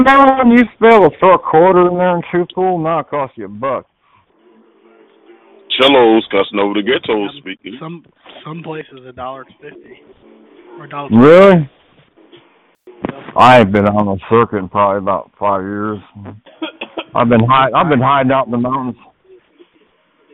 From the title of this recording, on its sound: Conference Call